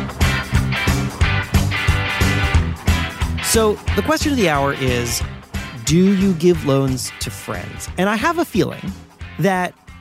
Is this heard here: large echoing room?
no